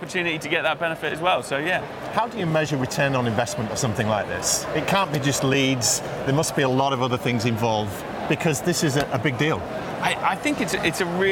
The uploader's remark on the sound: Live from Europe's Biggest Event 'Accountex'. Live interviews from Accountex 2022 in London. AIBN were the official broadcast partners of the event which featured the great and the good in the world of accounting and the many software/fintech vendors to the profession.